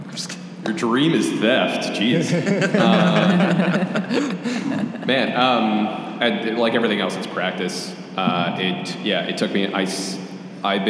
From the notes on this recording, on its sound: In a live panel recorded at Chicago Athletic Association Hotel